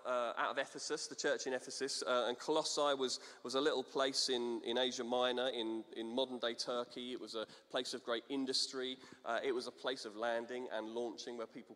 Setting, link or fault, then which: setting, large echoing room